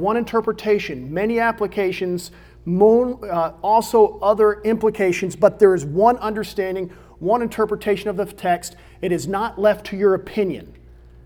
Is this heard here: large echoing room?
yes